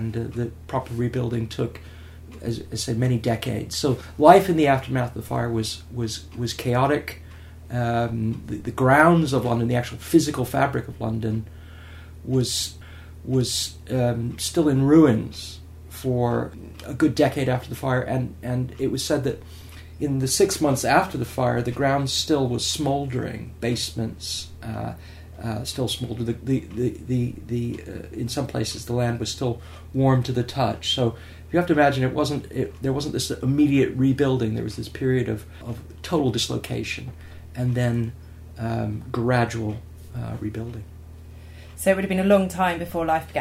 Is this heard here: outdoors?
no